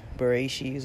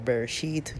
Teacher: Some people pronounce it as an S, some people pronounce it as a T, but it's a certain letter that's a T sound.